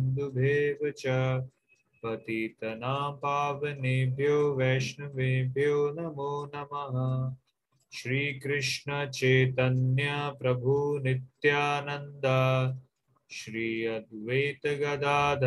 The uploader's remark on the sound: Zoom recorded class.